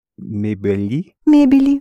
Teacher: The stress remains on the first syllable, мебели.